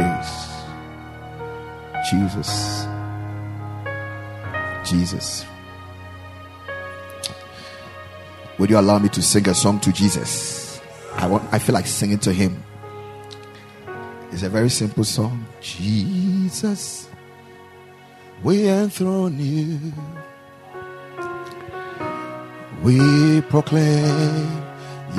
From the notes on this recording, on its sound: Preached at the Ekklesia Campus